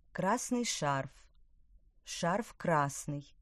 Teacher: Прилагательное перед существительным не выделяется, а после – да.